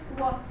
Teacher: So it's made with a narrow closure of the lips.